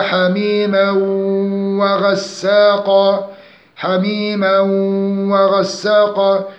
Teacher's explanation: إضغام التنوين مع الواو مقدار حركتين مع الغنة، إضغام ناقص